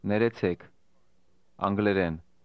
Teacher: Did you hear how the speaker stressed the last part of those two words?